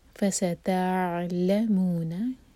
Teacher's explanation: فستعلمون، تو ف سین تا تینوں لائٹ لیٹرز ہیں، ان کو ہیوی نہیں ہونے دینا، منہ بھر کر نہیں پڑھنا. فستعلمون، عین ساکن پر تھوڑا سا ٹائم دیں گے تاکہ عین پر جھٹکا نہ آئے. فستعلمون، لام ایک حرکہ، لا مو مد طبعی ہے، دوما کے بعد واو آ رہا ہے، دو حرکہ، اس کے بعد نا ایک حرکہ.